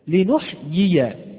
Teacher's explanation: فهذه الياء تسمى ياء غير مادية، وهي الياء المتحركة تخرج من وسط اللسان